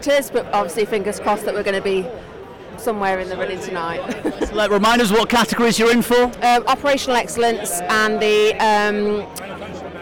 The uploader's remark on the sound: We've got coverage of both days of The Manufacturer Live at The ACC in Liverpool. With first hand, immediate reactions from our finalists and winners at The Manufacturer MX Awards.